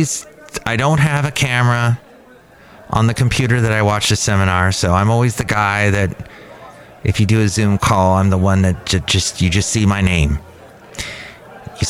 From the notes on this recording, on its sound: podcasts live from Cafe Anyway